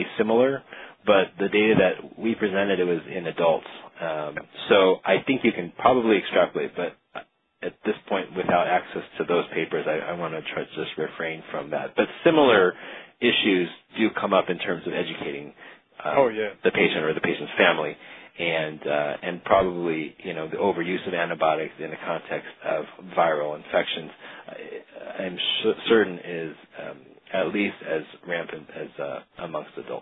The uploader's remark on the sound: Author in the Room®Teleconference